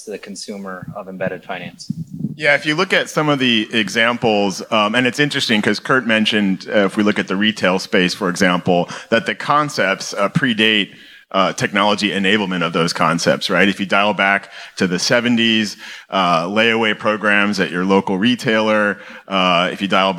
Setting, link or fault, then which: setting, busy venue